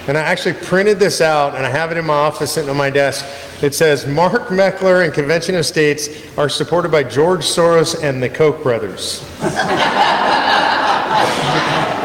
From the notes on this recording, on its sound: North Carolina Town Hall Q&A 2023. Excerpts from the Q&A portion from a town hall in North Carolina.